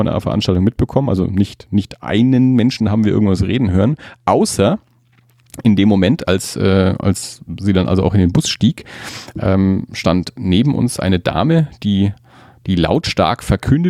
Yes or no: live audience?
no